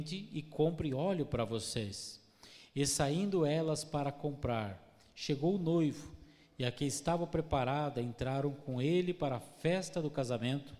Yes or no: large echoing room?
yes